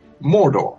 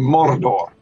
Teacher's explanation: the old characters who remember it from long time back, they will, we say, rhoticize the first R · Shown in: second take